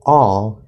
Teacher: that first syllable all is an L-colored fifth vowel